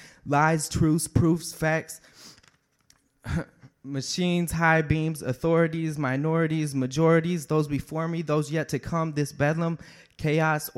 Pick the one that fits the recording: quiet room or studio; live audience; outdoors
live audience